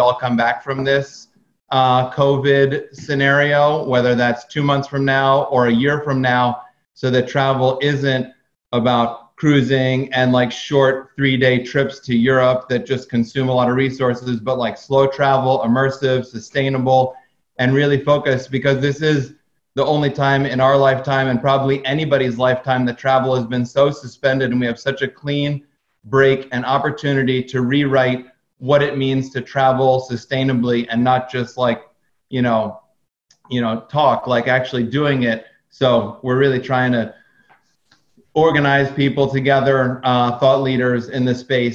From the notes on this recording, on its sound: record them with a LIVE audience via Zoom